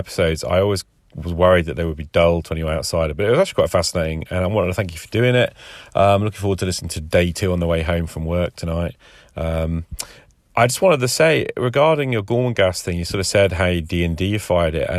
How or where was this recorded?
inside a vehicle